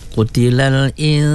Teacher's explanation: nun mati bertemu dengan sin, wajib gunnah, ya. Dua harkat.